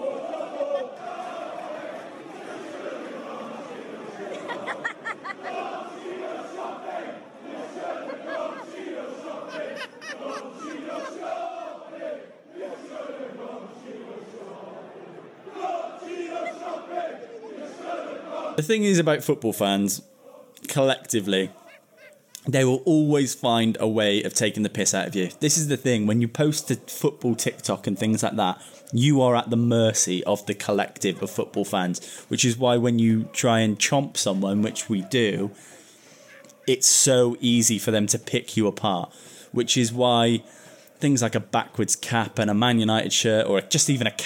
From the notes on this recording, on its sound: recorded in-front of a live studio audience